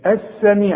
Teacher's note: اللام الشمسيه اللي خدناها دلوقتي شوف السميع اذا بتتحول اللام الى ايه الى سين